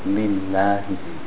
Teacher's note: So it's kasra. Whenever you have a kasra before the word Allah, it makes the lam thin.